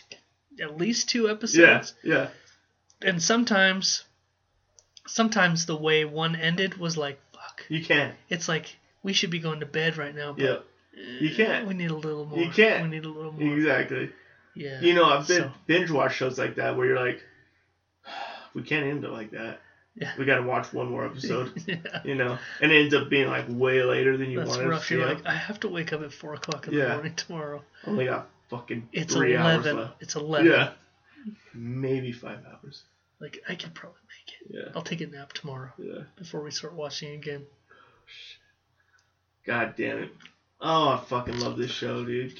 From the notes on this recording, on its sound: WE ACCIDENTALLY RECORDED THE WHOLE SHOW WITH THE MICROPHONE ON THE LAPTOP. I'M SURE THE AUDIO IS HORRIBLE.